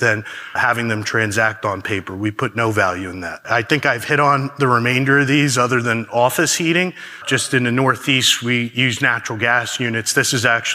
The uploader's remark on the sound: A keynote from Smart Energy Decisions’ recent Net-Zero forum.